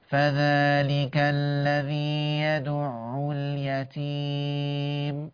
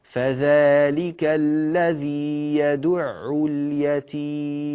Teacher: لا يدخل الخيشوم إلا في الميم الأخيرة، كل الآية بدون خيشوم · Shown in: second take